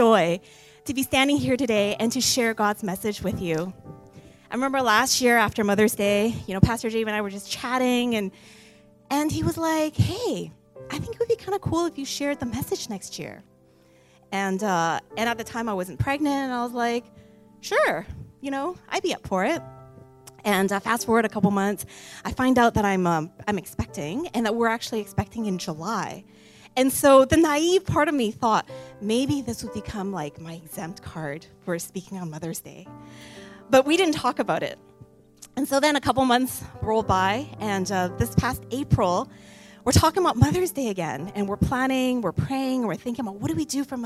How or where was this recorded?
large echoing room